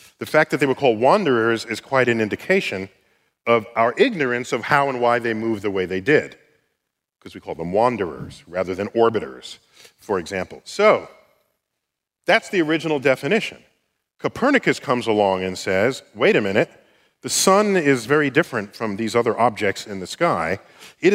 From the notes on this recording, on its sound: StarTalk Live! at the Beacon. Our show from NYC’s Beacon Theatre.